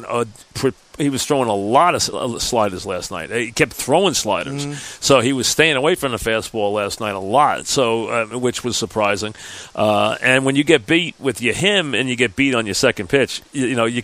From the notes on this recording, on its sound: live from Citi Field